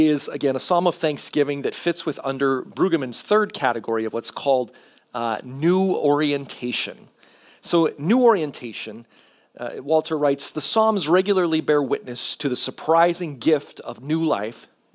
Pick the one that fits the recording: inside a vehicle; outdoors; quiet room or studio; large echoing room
large echoing room